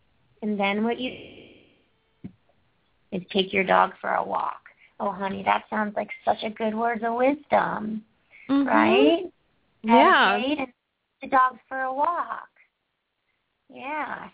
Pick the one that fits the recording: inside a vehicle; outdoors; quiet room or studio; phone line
phone line